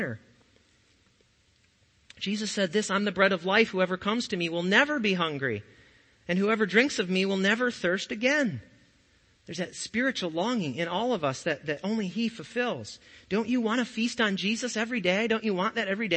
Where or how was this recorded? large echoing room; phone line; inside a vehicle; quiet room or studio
large echoing room